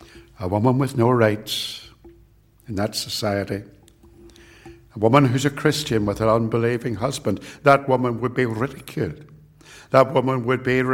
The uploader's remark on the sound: It was recorded at Templepatrick